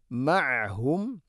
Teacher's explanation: ഐൻ തൊണ്ടയുടെ മധ്യഭാഗമാണ് മഖ്റജ്